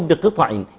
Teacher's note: ما ينفعش اقول بقطع كده يبقى انا فتحت الطاء